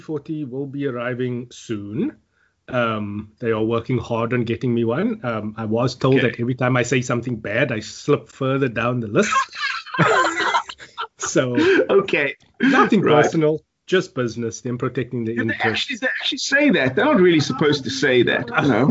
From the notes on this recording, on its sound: Recorded via Skype